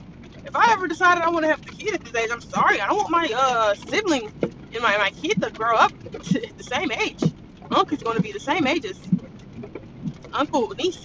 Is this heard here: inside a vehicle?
yes